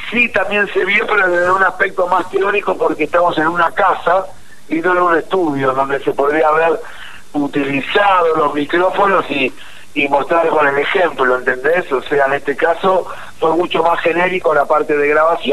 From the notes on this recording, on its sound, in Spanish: Entrevista telefonica